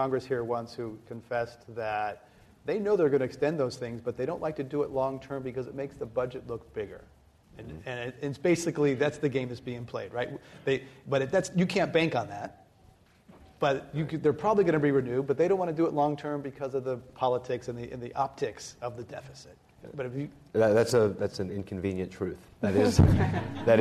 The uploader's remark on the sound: This program was recorded in front of a live audience at The Commonwealth Club in San Francisco on October 8, 2010.